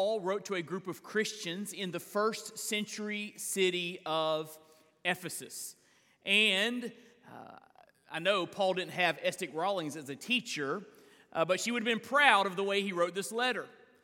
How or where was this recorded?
large echoing room